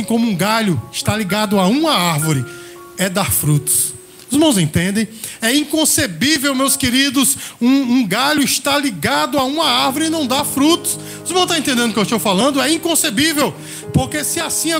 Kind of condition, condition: setting, large echoing room